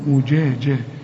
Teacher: شوف الجيم معطشة إزاي، إنما ما خلطهاش بالشين